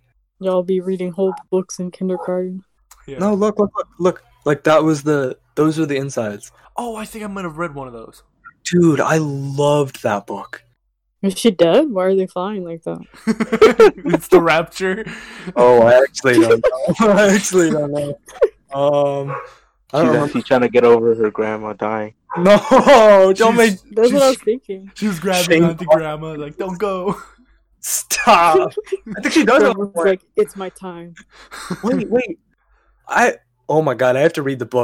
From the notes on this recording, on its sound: we're finally getting the hang of the audio issues